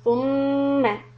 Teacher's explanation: you keep a sharp lips for thu and then flat for meem